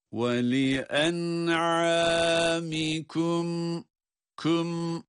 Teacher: sonda cezimli bir mim ve bu mimi okurken de gunne sesini elbette ki duyurmamız, çıkarmamız lazım